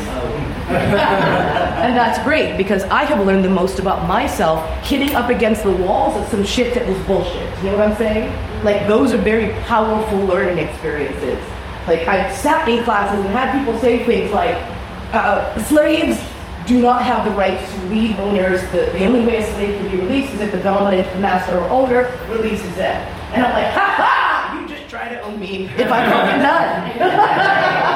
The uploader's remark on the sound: I'm here at the Birmingham Bizarre Bazaar in yet another lecture.